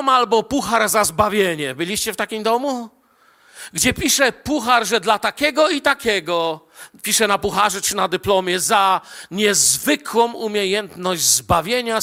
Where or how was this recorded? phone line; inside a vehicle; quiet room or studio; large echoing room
large echoing room